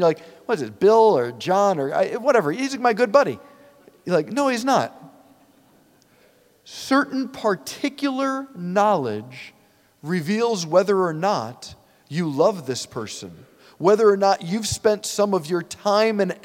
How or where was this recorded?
large echoing room